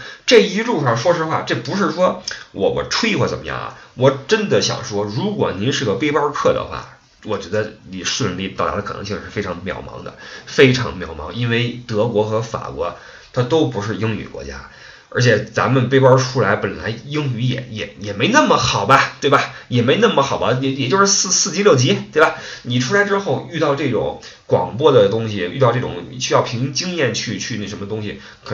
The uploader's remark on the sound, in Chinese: 本期备用话筒录音，音质多担待。